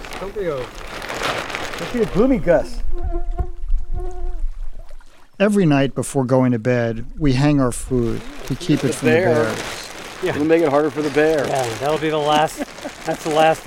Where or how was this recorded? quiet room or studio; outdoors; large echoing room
outdoors